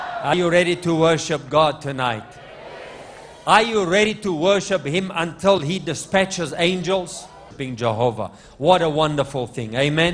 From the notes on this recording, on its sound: LIVE MID WEEK SERVICE| ECG CHURCH